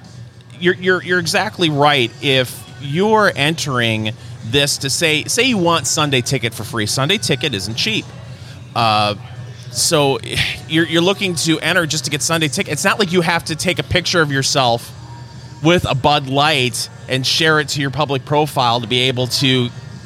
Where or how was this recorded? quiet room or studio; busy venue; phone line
busy venue